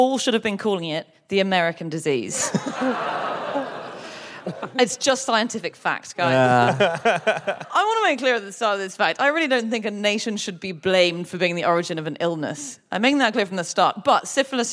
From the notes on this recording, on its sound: Live from New York